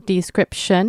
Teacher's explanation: And for the word description, it's a 3-syllable word. For the T-I-O-N, you want to pronounce that T as a sh sound.